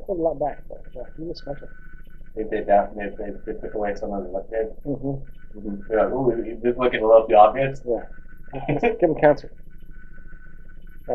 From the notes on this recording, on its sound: Sorry for the Audio.